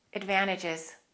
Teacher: that T in the word advantages is also usually silent.